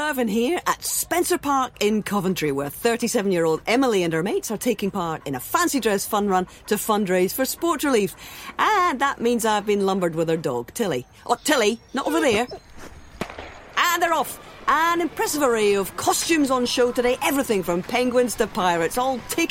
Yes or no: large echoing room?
no